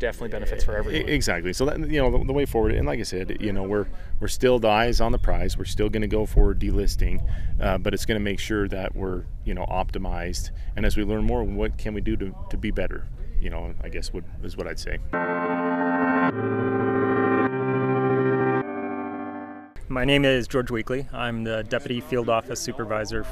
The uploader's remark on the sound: These interviews were recorded at the June sucker commemoration event, held outdoors at Utah Lake State Park. You may hear some planes flying into Provo Airport in the background.